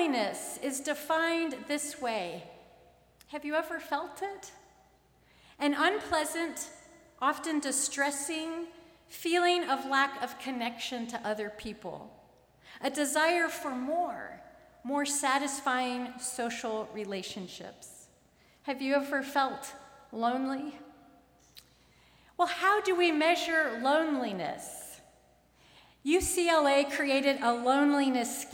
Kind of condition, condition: setting, large echoing room